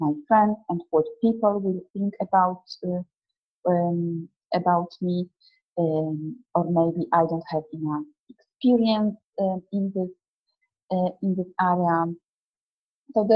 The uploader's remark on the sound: A recording of the webinar which I ran a couple of months ago.